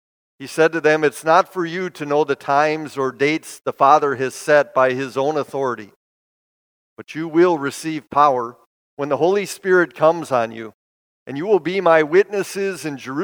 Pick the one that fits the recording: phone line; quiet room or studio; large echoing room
large echoing room